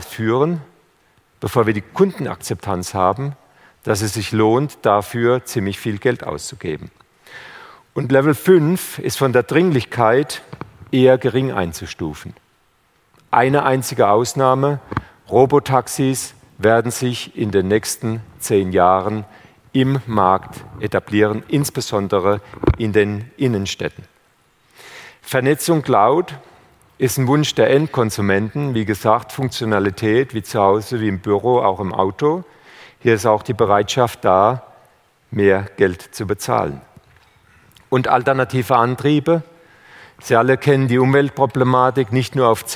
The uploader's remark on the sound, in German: beim auto motor und sport Kongress 2019